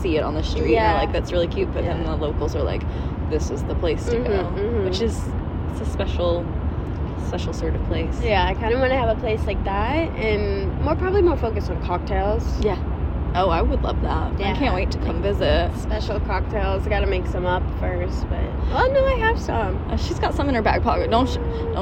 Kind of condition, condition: setting, inside a vehicle